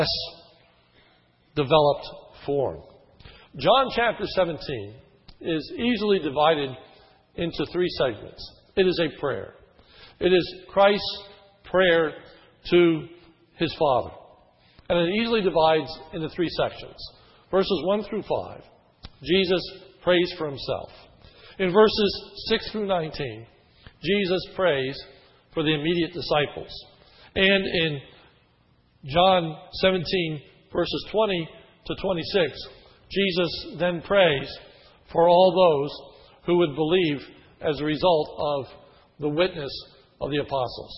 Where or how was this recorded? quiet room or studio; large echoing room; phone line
large echoing room